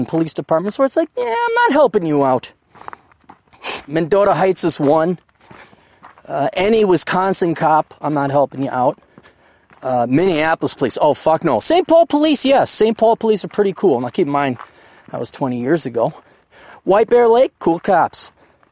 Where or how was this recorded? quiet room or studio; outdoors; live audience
outdoors